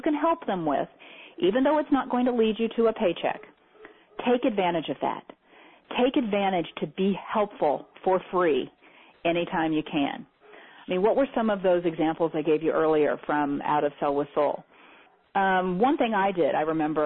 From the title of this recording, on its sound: Teleseminar Recording